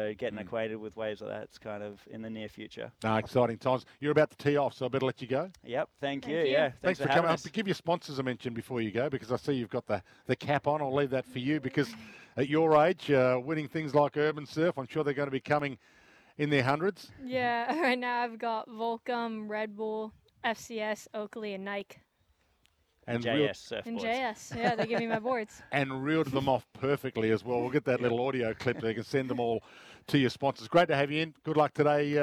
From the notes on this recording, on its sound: live from the Sandy Golf Links!